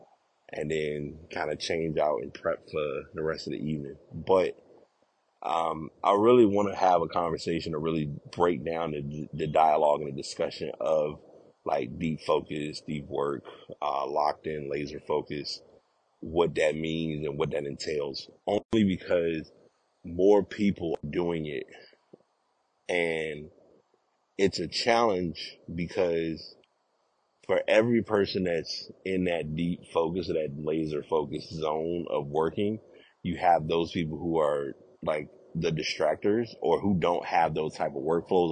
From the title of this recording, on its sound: Walk recording